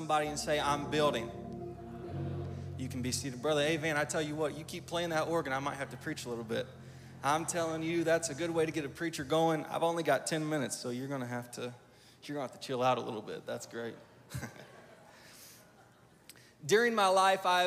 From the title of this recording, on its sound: Live! NAYC Experience at The Sanctuary